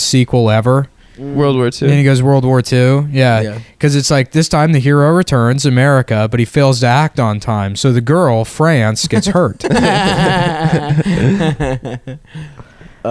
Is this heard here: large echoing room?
no